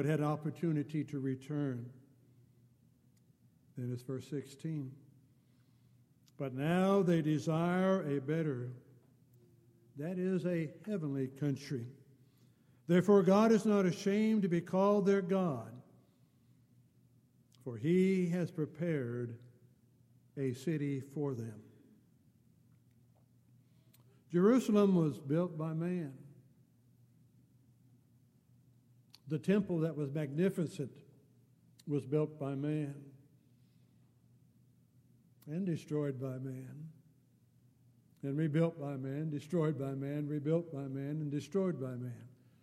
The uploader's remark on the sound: Downtown Church Of Christ Audio Sermon.